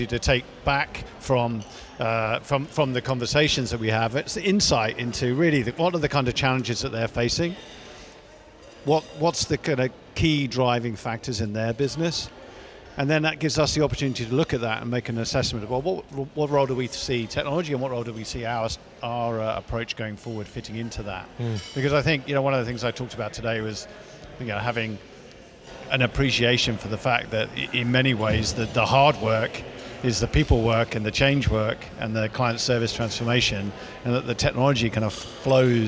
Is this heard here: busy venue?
yes